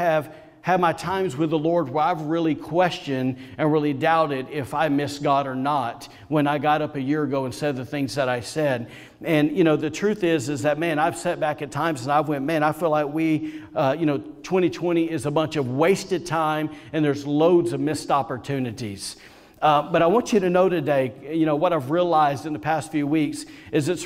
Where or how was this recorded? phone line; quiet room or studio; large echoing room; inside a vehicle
large echoing room